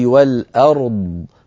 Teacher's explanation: فجمعت بين الراء الساكنة والضاد الرخوة المستطيلة بنطق صحيح جيد لكن قبل كانت وقفت عليها كانت بحاجة إلى